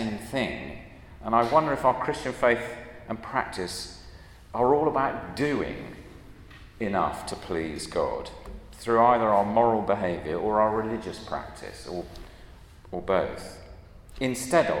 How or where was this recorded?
large echoing room